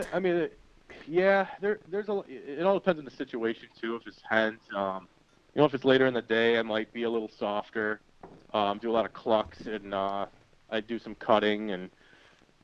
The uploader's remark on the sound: he sits down with us via phone